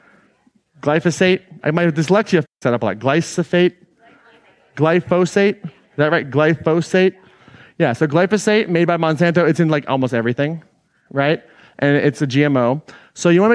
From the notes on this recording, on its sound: Today’s episode is an excerpt taken from Claim Your Power Live 2019.